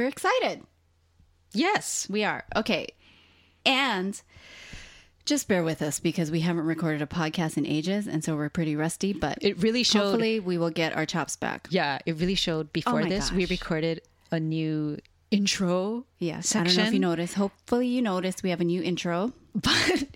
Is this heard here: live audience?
no